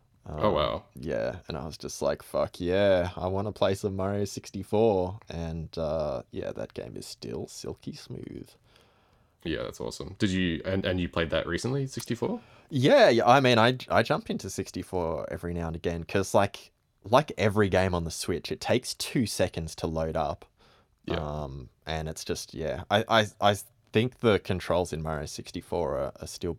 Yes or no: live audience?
no